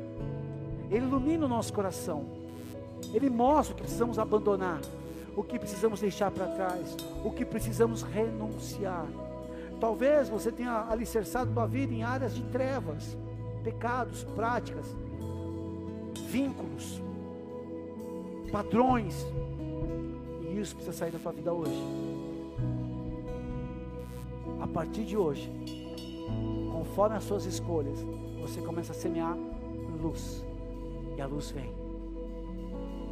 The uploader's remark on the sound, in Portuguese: Áudio extraído do culto do dia 09 de Julho de 2023.